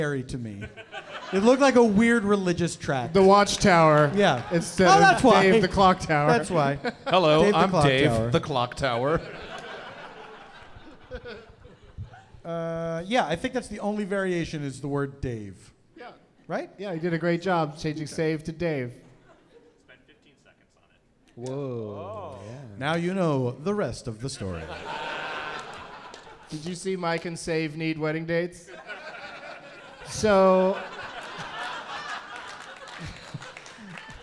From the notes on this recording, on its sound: Live from the Now Hear This Fest in Anaheim